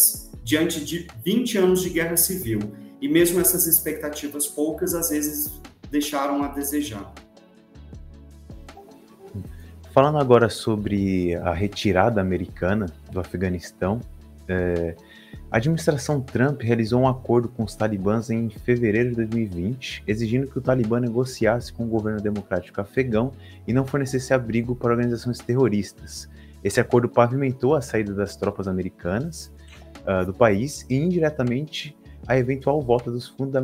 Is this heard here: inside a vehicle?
no